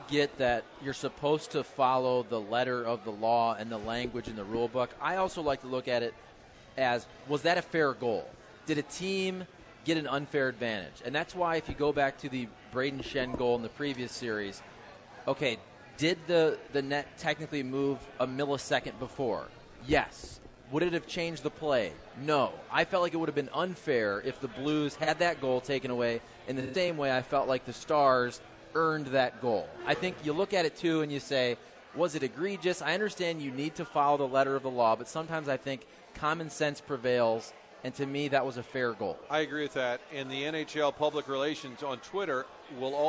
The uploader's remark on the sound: broadcasting live from the Social Bar and Grill